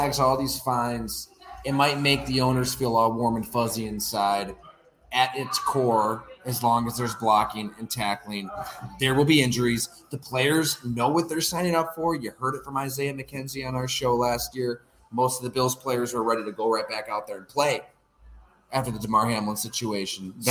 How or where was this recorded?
busy venue